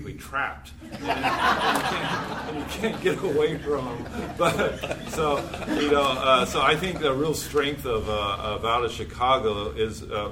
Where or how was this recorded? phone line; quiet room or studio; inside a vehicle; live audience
live audience